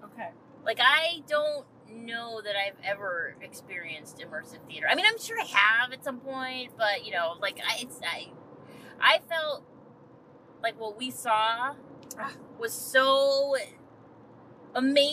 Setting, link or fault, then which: setting, inside a vehicle